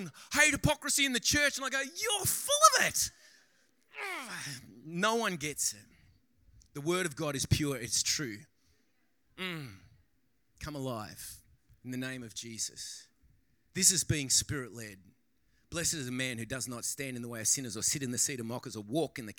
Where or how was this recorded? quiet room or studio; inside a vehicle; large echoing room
large echoing room